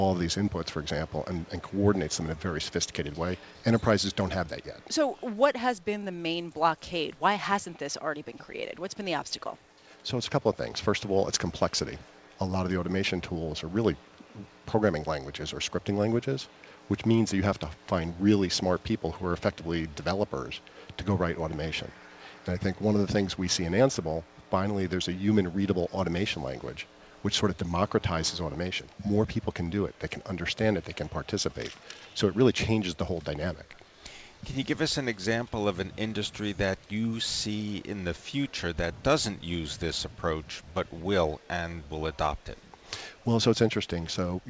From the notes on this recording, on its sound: Live from the 2017 Red Hat Summit in Boston